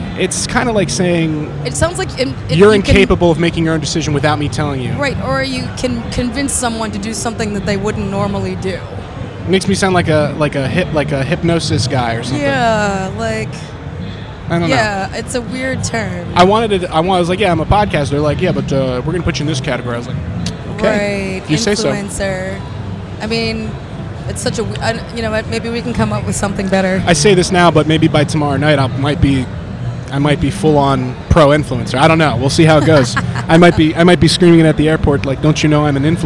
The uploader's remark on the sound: Live from The NAMM Show. Live from The 2020 NAMM Show.